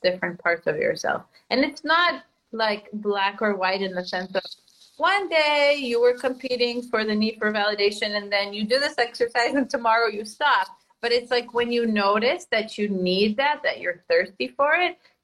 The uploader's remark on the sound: This is an IG Live turned into Podcast Episode.